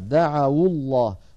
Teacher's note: فصار عندنا واو ساكنة مفتوح ما قبلها يعني حرف لين، دعوا، فلما التقت مع الساكن بعدها حركت الواو بالضم فصارت دعوا الله.